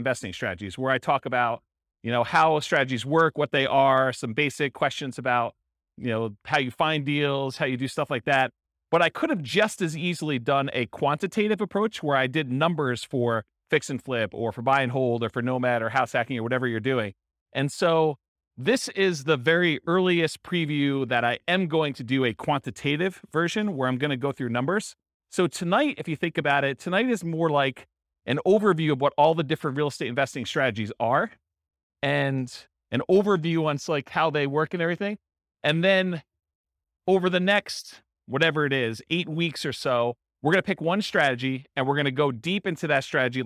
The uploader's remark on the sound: This was a live class recorded. In Ventura, California.